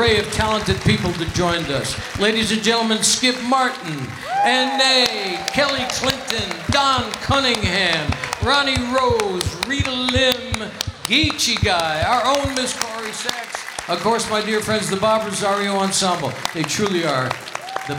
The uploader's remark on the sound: Live at the South Point Casino